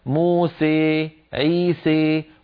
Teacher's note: أغلب القبائل تقول موسى عيسى، بعض القبائل العربية تخلط صوت الألف بشيء من الياء قليلا فيقولون موسى عيسى، قبائل أخرى تخلط الألف بالياء خلطا كاملا فيتولد حرف بين الألف والياء تماما فيقولون موسى عيسى، ويصعب عليهم تغيير لسانهم. · Term: الإمالة